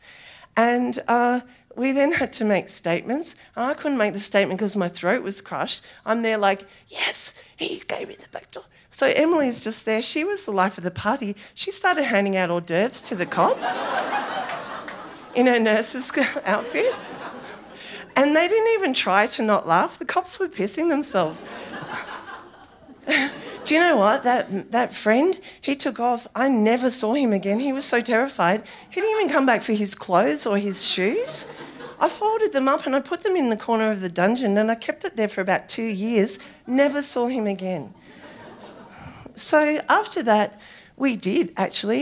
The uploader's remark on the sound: SPUN: True Stories Told in the Territory is a live storytelling event. Popping up at different venues across Darwin. Story was told at our event at the Michael Long Centre on International Women's Day in 2019 where the theme was BACKBONE.